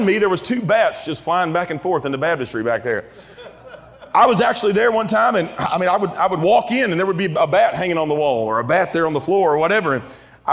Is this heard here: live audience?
yes